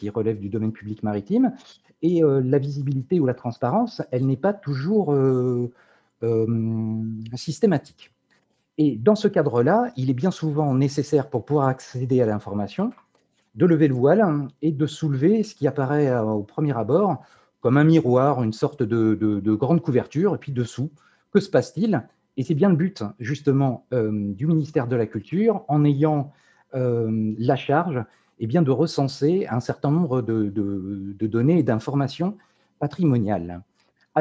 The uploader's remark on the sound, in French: Discussion Enregistré sur Zoom